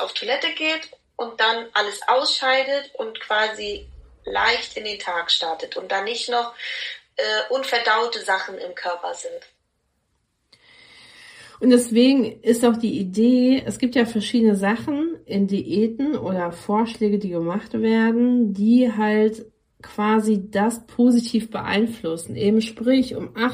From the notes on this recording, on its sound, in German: der erste Zoom Call der zum Podcast wird.